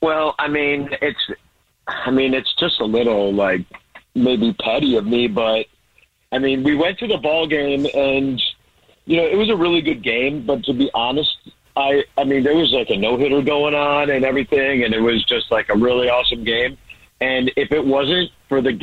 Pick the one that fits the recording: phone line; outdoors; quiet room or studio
phone line